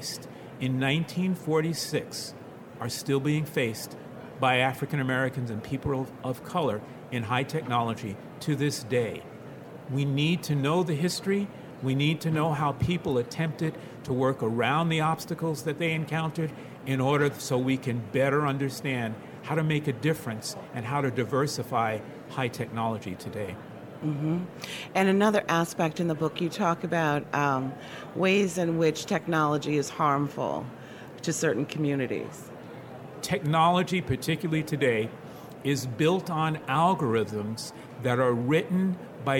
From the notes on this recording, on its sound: This episode of Editors Unedited was recorded live on the ALA 2019 show floor.